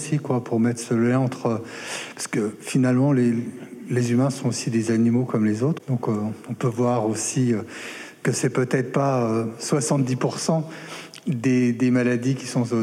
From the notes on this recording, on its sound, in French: Elle s'est déroulée en public en juillet 2022. Prendre racine, l'université d'été de la Grande Muraille verte.